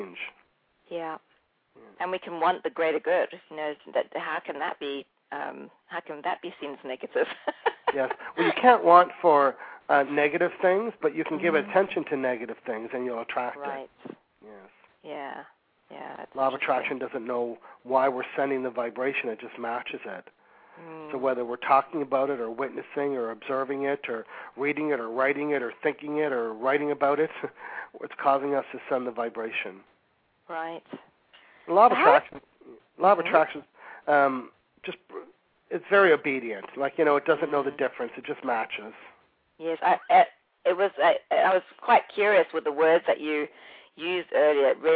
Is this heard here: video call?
no